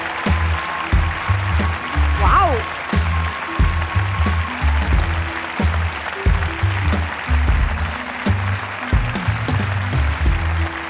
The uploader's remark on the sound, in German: Hawi D'Ehre LIVE - GLOBE WIEN